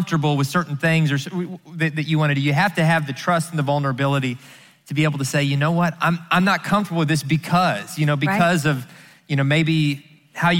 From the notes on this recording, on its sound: answer questions live at the XO Conference 2019